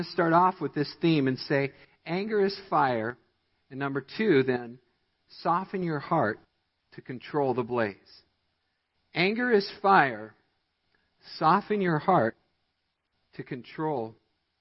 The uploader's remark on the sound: Midland Evangelical Free Church Sermon Audio. Midland, MI.